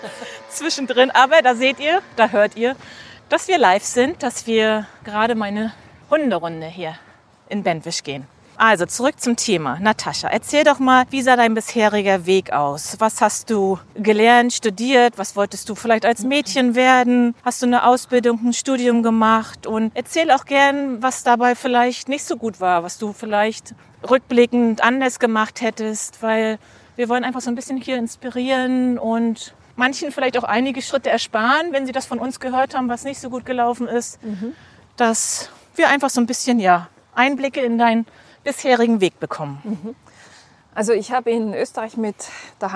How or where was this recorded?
outdoors